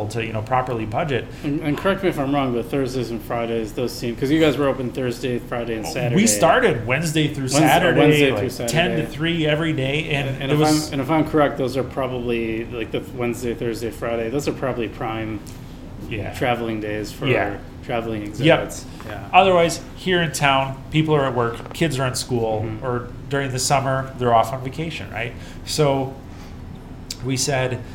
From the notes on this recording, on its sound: Live at Daly's.